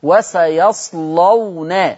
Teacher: طب هنا عندنا فين الكلام ده في صفحة النهاردة؟ وسيصلون، اللام مفتوحة وقبلها الصاد ساكنة، يبقى هتغلظ اللام · Term: تغليظ اللام